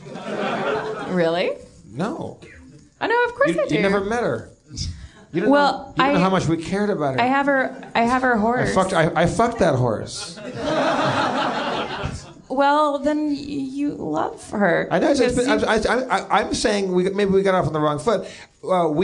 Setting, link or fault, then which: setting, live audience